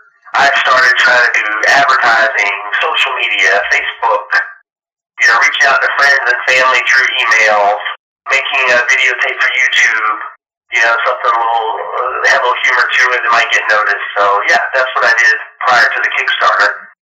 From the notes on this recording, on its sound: Note: The audio quality of this episode was compromised by a poor recording device. We were working with translators and recording over the phone, which affected the quality.